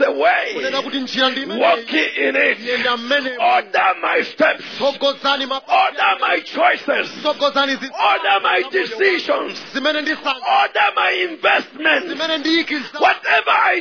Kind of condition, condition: setting, large echoing room